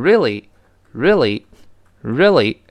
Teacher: 读快了之后呢，那个 re 那个 a 就几乎听不到了